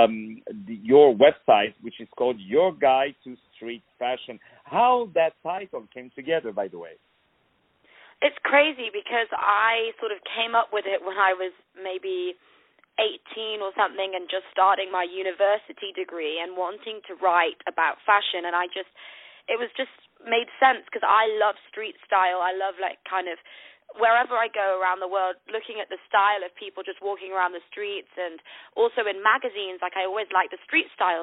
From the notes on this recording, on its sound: On the phone